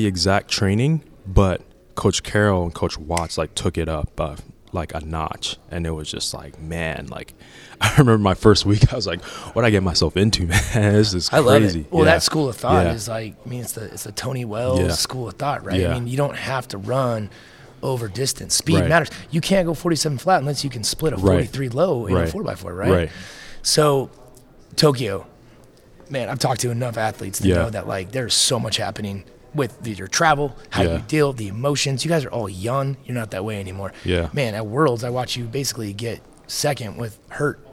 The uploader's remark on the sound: LIVE from Las Vegas! Live from Caesars Palace in Las Vegas.